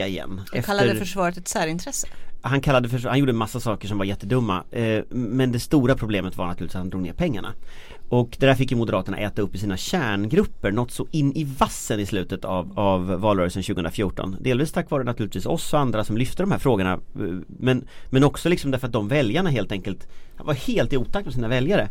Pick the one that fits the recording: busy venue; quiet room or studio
quiet room or studio